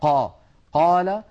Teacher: القاف مجهورة وأنها شديدة كما أنها مستعلية وهي منفتحة · Term: حرف القاف